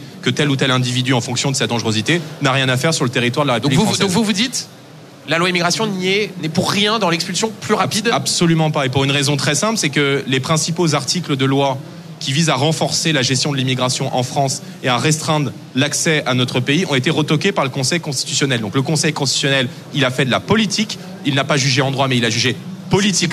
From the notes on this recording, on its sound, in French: en direct et en public